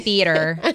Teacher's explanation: the R kind of gets lost in there